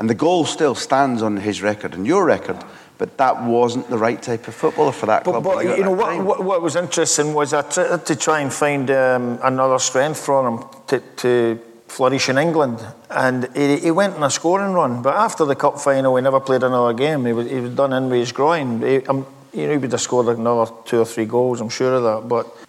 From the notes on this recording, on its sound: It’s taken from an interview we recorded in front of a live audience in Glasgow.